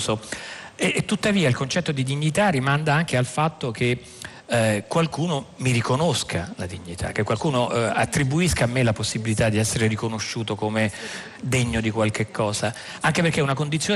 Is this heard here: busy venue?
yes